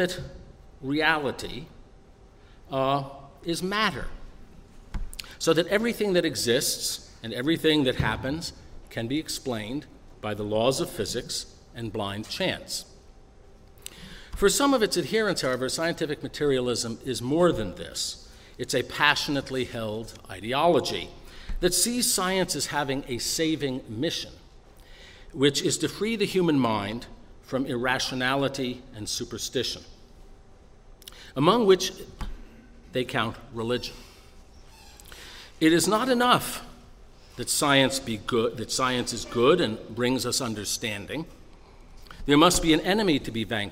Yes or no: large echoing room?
yes